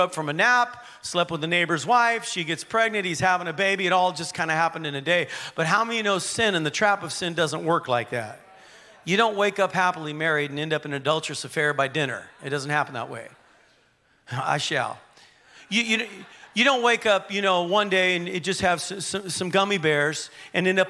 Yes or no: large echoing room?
yes